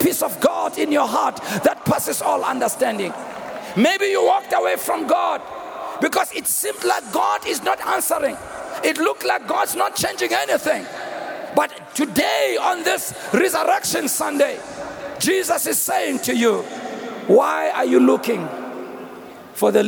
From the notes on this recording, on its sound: preached on Resurrection Sunday at the Annual Good Friday Celebration held at Orlando Stadium on the 09th of April 2023